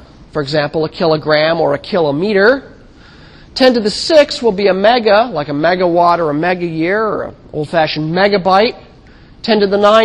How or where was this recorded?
large echoing room